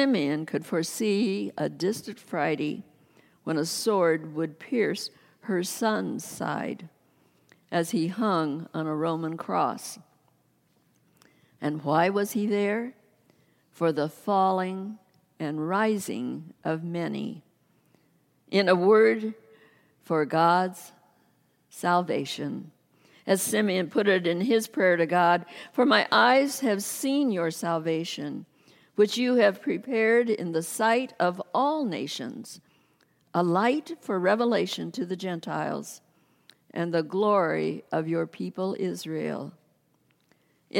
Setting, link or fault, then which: setting, large echoing room